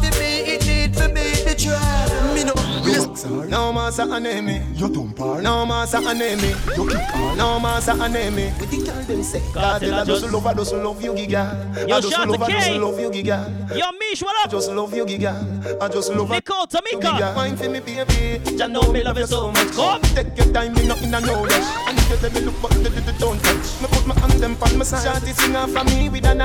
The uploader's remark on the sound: LIVE AUDIO FROM CLUB EMOTIONS LIVE STREAM